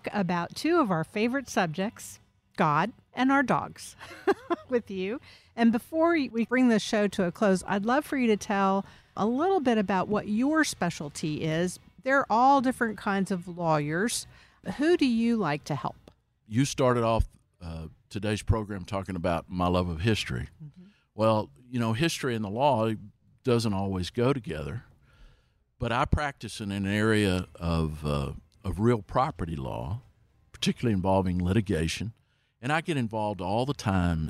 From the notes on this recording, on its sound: Recorded at Wheelers Western Outfitters